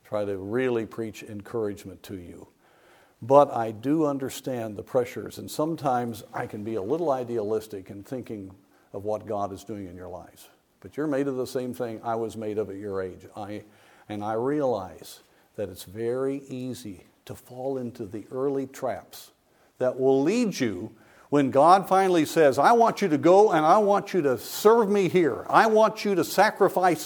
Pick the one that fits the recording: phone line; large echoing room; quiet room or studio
large echoing room